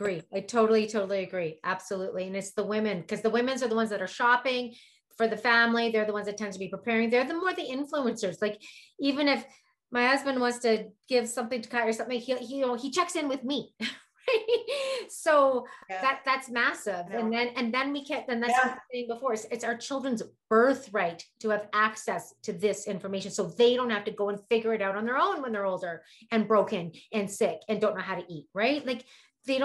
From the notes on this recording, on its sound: This interview was glitchy.